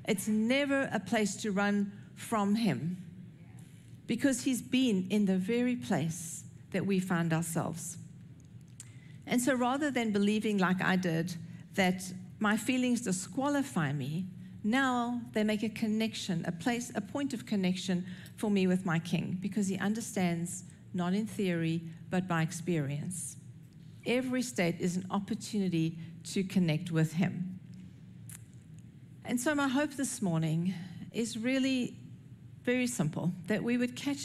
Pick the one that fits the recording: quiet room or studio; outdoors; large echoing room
large echoing room